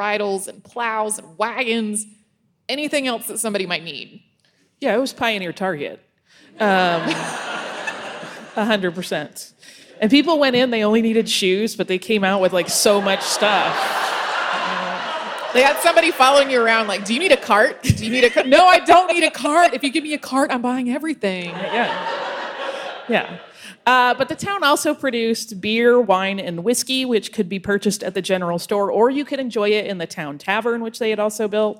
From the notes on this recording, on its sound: We did a live show for the Indiana Historical Society